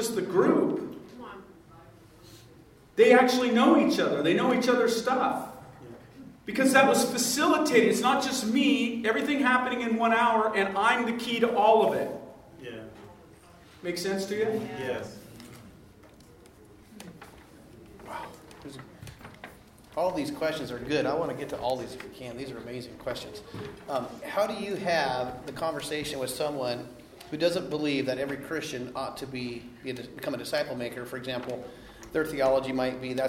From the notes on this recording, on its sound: The following audio comes from the National Disciple Making Forum. The Relational Discipleship Network hosted a track called "Relational DiscipleShift: How to Create a Disciple Making Church Culture".